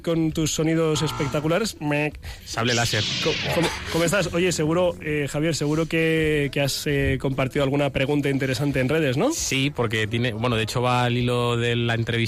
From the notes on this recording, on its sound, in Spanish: la entrada por teléfono